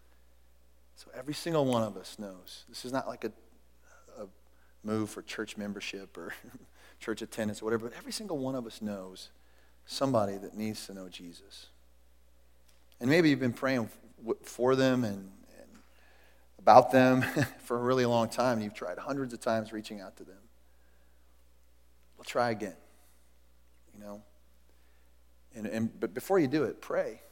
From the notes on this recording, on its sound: Recorded at The Calling Community Church located in Platte City, Missouri. Services are held in the Platte County High School Auditorium.